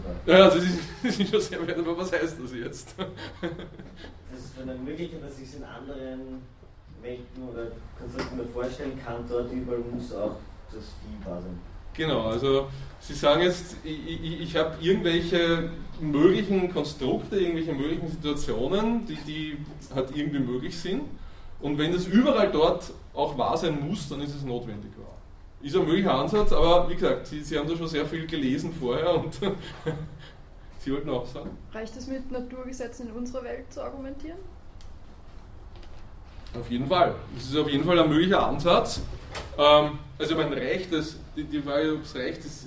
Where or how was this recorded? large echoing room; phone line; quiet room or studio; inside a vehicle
large echoing room